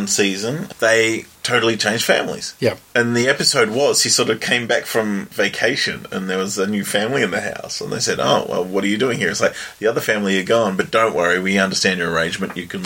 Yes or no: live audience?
no